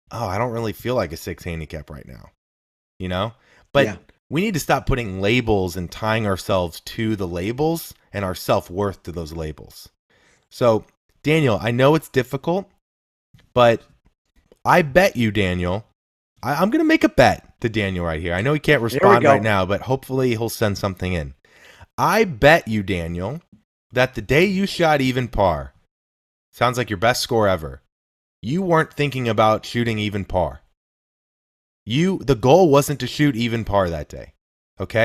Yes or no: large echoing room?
no